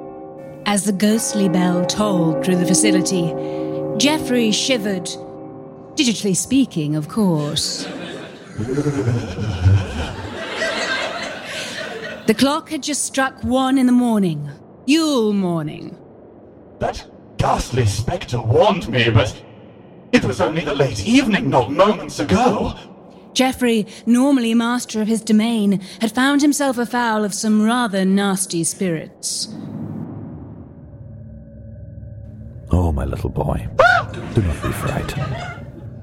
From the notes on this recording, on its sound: A live holiday special recorded at London Podcast Festival Presents Audio Drama!